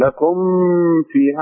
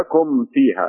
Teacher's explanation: مثل السكون الصغيره نعم هذه معناها انك ما تضغمها فيما بعدها فلا تقول لكم فيها خطا قل لكم فيها اظهر الميم كامله · Shown in: second take